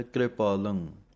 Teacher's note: ਇਹਨੂੰ ਕਿਰਪਾਲੰ ਪੂਰਾ ਰਾਰਾ ਨਹੀਂ ਲਾਉਣਾ